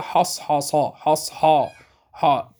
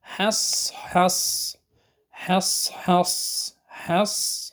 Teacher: عندنا حاء مرققة صاد مفخمة · Shown in: second take